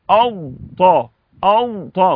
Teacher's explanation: يعني الضاد قبل الطاء لا تضغم في الطاء، لا تضغم